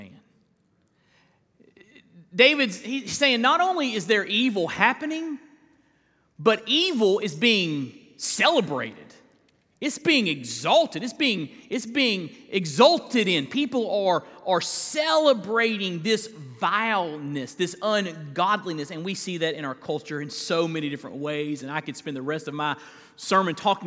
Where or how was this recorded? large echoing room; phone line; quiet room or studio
large echoing room